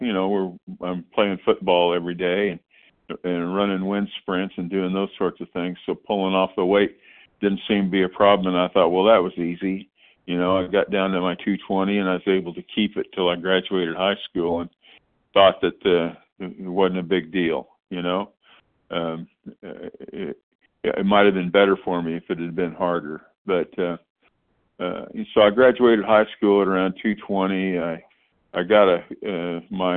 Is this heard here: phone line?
yes